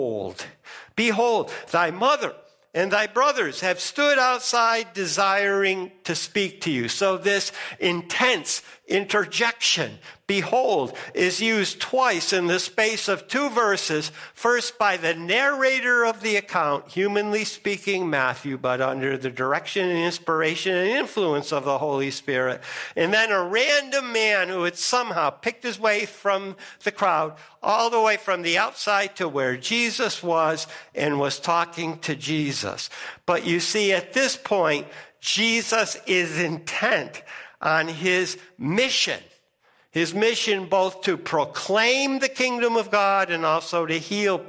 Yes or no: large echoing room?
yes